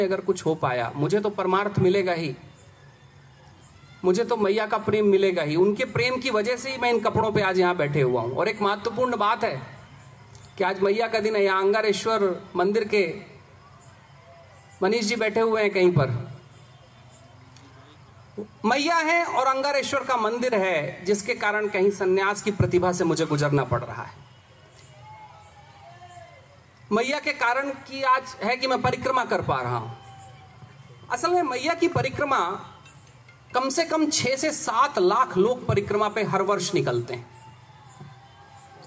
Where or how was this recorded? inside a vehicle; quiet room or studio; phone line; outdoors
outdoors